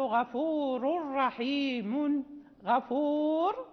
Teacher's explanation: وأما الحذف فيكون في أربعة أشياء، قلنا يكون في أربعة أشياء، يكون في المنون المرفوع أو المجرور، حين مثلا نقول غفور رحيم غفور، نقف يعني نحذف هذا التنوين، لا يبقى التنوين، فالتنوين حذف